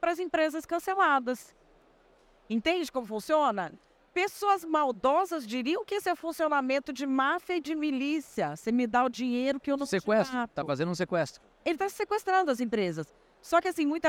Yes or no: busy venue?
yes